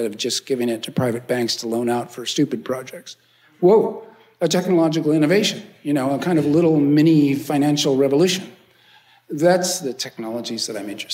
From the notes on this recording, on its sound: Hosted by the Kroc Institute for Peace and Justice, the science fiction writer gives a lecture recorded in front of a live audience at the University of San Diego’s Peace & Justice Theatre. After the lecture, the author takes questions from Kroc School students.